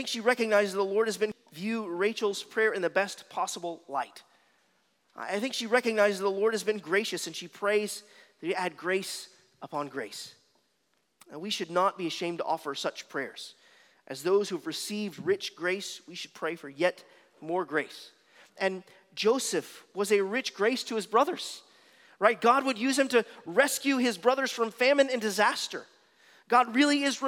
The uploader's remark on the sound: at Arlington Baptist Church in Arlington, Virginia